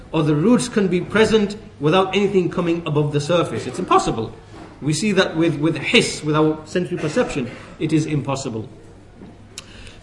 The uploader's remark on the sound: at the Leeds, The Correct Path conference